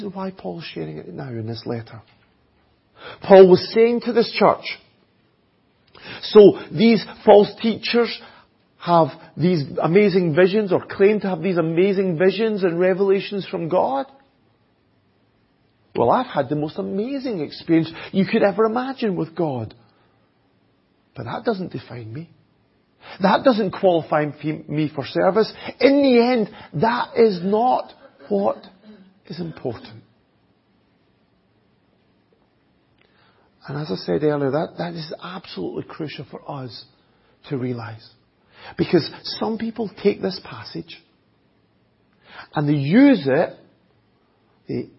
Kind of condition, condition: setting, large echoing room